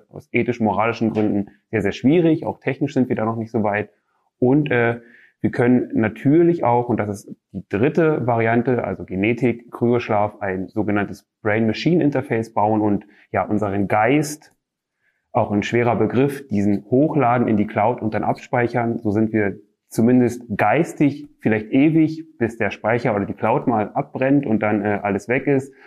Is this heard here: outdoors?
no